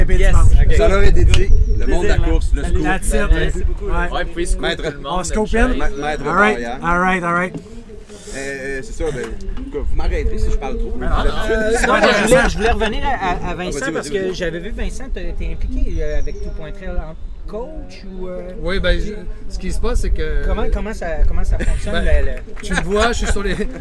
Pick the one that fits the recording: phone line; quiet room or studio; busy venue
busy venue